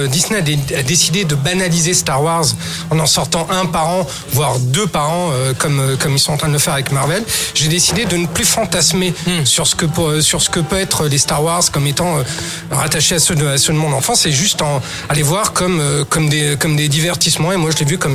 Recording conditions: busy venue